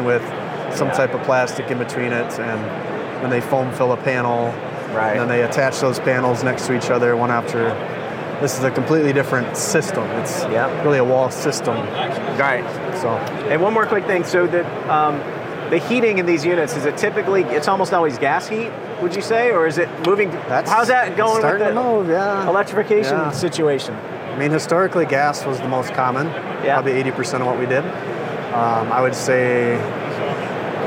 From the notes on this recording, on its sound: Live AHR Expo interview.